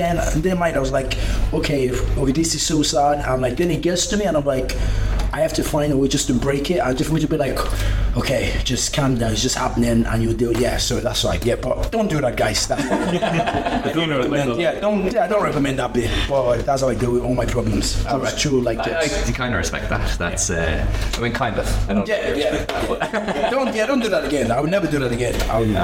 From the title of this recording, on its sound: Live Podcast